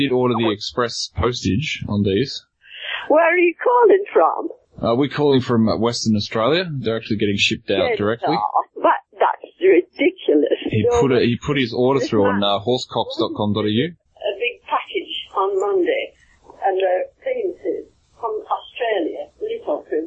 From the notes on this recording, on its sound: RBCP's Personal Prank Phone Calls Collection